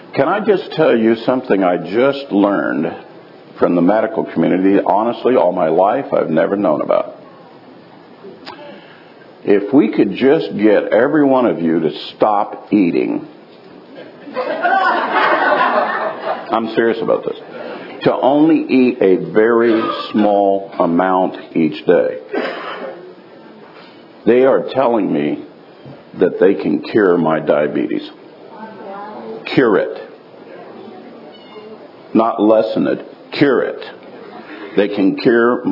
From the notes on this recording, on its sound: live from Tabernacles 2018